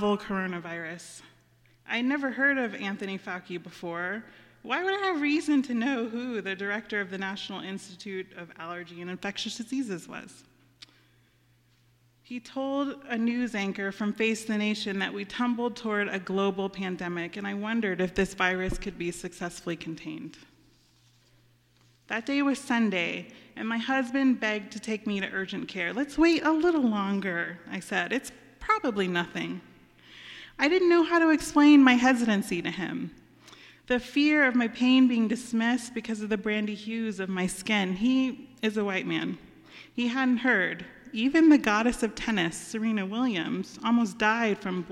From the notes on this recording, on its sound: Our Friday audio residency from the stage of Story Parlor , in West Asheville.